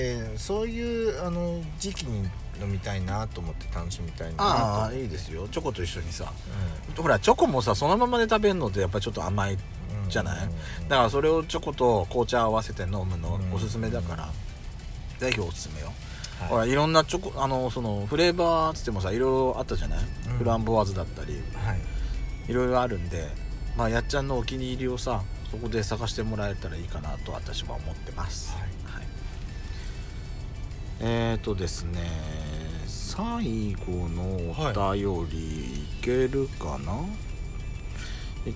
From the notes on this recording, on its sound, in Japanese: パーキング収録